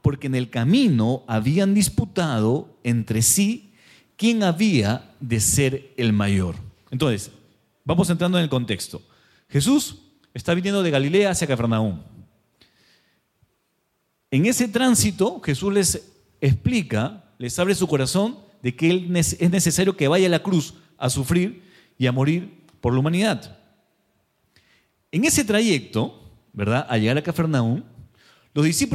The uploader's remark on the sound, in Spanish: Presentado en vivo el domingo 6 de agosto de 2023 Este podcast es la retransmisión de la reunión de iCafe de cada domingo. Mariscal Sucre 317, Barranco.